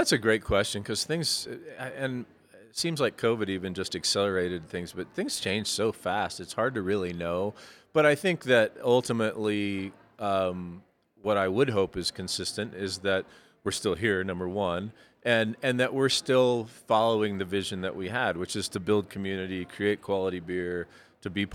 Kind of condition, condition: setting, busy venue